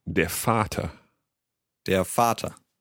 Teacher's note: V, when it's written down, is pronounced as a F sound, like an F.